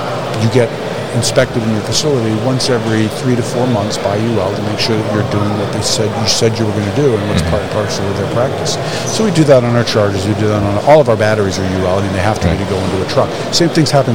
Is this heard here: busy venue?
yes